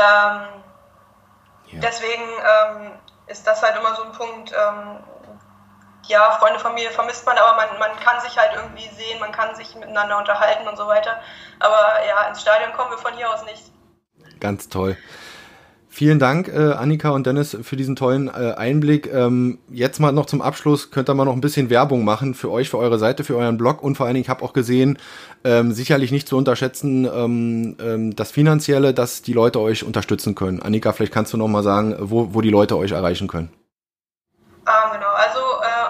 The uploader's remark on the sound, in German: Im Wellenrauschen Podcast, den ich via Skype führte.